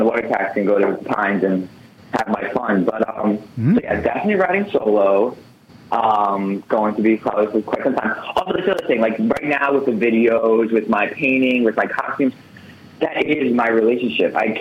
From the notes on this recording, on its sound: Phones in for an interview. The phone audio starts out bad and gets worse.